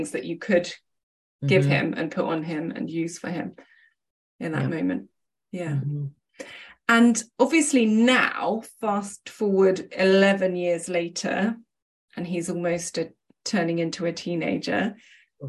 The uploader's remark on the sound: This interview was one of several online sessions recorded during the Knitathon